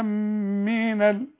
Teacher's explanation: اما المد اللي بعده حرف مشدد، آمين لازم ثلاثة ألف